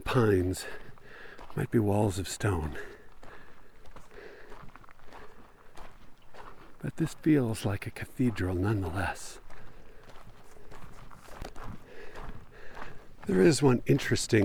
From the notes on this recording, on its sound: I spent a few days in Moab, camping and hiking and writing and recording. This episode was recorded as I was hiking in Canyonlands National Park on the Murphy loop. I did edit out some long stretches of just me walking (not excatly compelling audio, that), and a couple of times were I got distracted by something I saw. I did leave in a couple shorter ones (a lizard in one instance, a butterfly in another) just to maintain the feeling of the recording, which is not some manufactured-in-the-studio-with-a-catalog-of-outdoor-sounds.